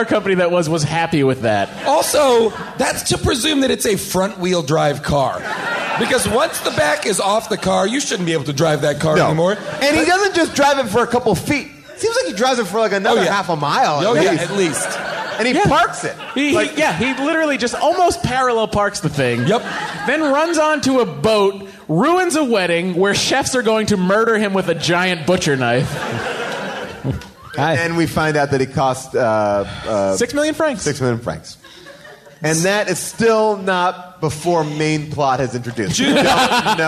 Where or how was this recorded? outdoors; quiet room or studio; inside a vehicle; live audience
live audience